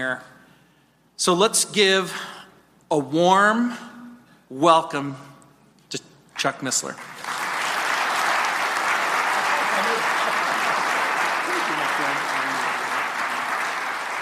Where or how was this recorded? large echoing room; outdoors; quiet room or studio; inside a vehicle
large echoing room